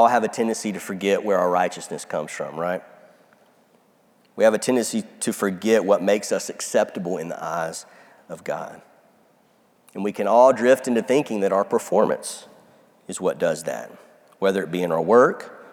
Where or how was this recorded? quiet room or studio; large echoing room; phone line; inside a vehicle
large echoing room